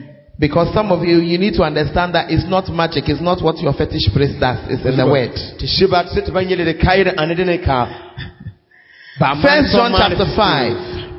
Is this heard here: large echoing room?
yes